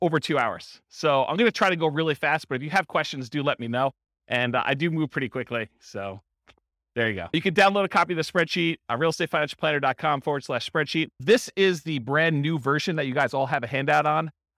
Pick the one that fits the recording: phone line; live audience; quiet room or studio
live audience